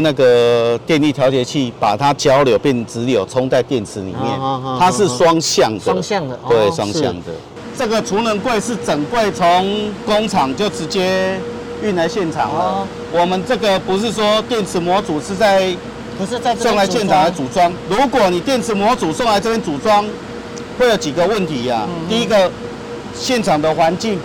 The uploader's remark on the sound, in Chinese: 每一季「零碳未來」都會帶大家走出錄音間，前往知名的企業或是政府單位。地點：台南將軍、七股區，台南鹽田光電場。